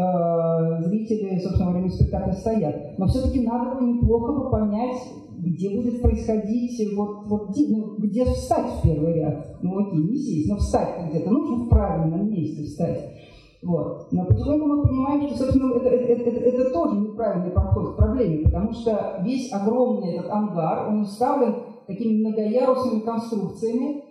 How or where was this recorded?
live audience